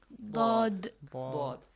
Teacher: A sound between Z and D.